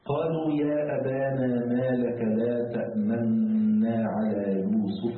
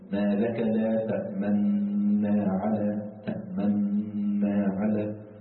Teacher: لا تأمنا تقرأ بوجهين، يعني وجه الذي يسمى الإشمام اللي هو ضم الشفتين كهيئة من يريد النطق بالضم، هذا يعني يرى ولا يسمع